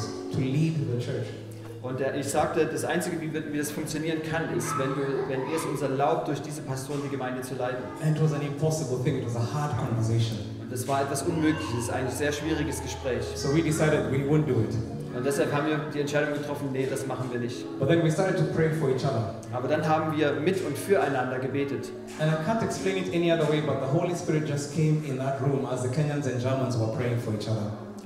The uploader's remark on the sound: In this message preached at Mavuno Berlin